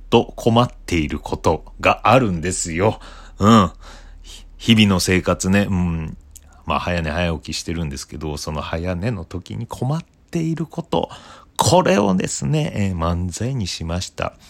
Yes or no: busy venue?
no